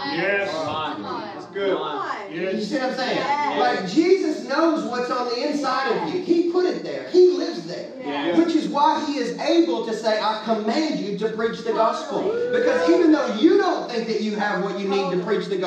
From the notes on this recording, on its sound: Legacy Nashville -- salvaged audio.